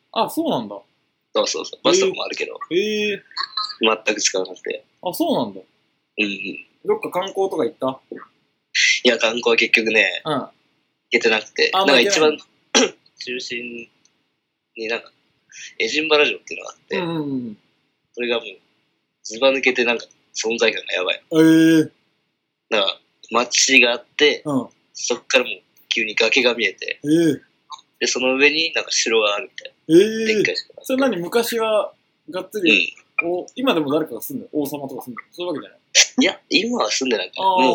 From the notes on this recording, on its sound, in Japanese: Skypeを通して、エジンバラでの生活をお届けしてくれました。